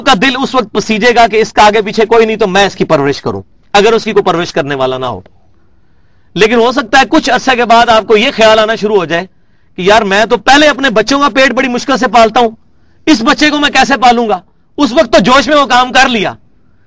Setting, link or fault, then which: setting, large echoing room